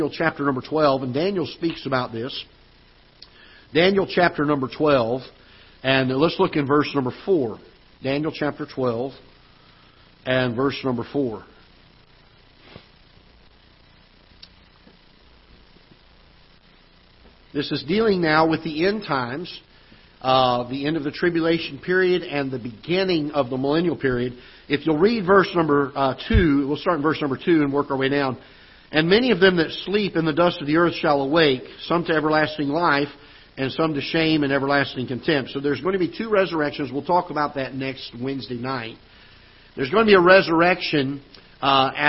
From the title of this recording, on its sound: Ketha Heights Baptist Church ~ Live Broadcast